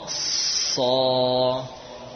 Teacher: Jadi sod itu bisa kita katakan sin yang punya sifat isti'la.